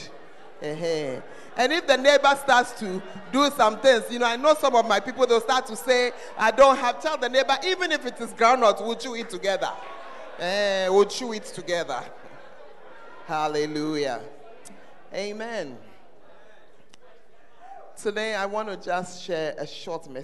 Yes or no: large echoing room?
yes